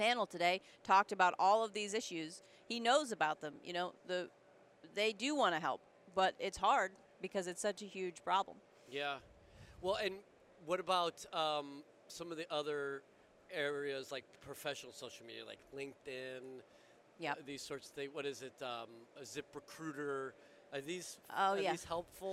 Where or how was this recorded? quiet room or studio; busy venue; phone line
busy venue